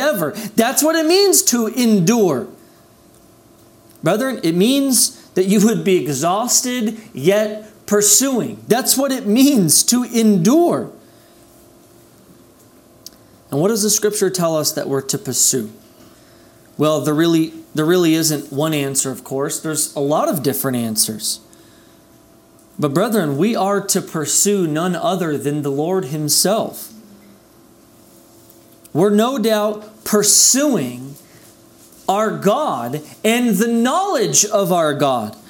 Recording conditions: large echoing room